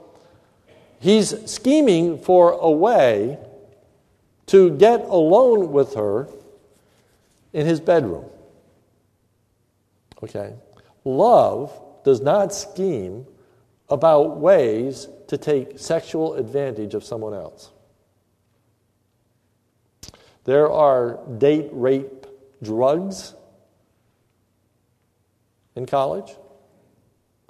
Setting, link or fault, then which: setting, large echoing room